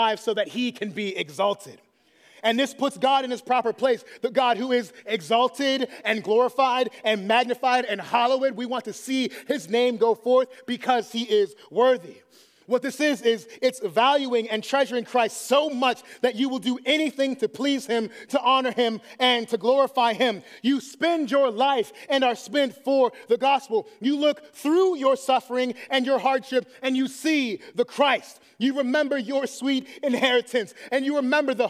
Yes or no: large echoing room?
yes